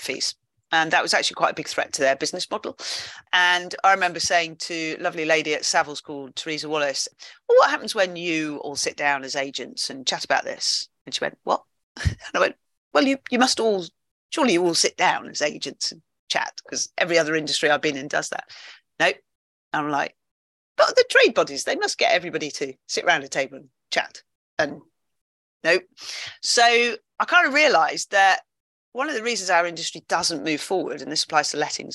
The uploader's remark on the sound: It was recorded as a webinar and shared with The Surveyor Hub Community.